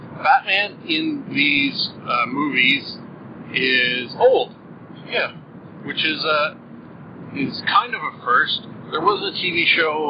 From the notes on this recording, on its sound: First off apologies for the audio quality! Still working out the bugs a bit with this new system. I have fixed the audio problem that was not playing the first 1/2 of the episode.